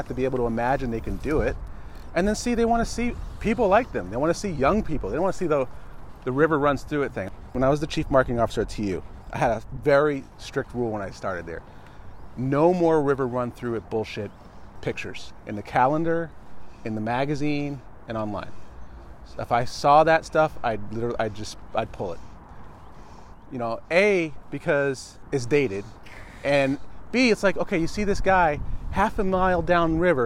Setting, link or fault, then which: setting, outdoors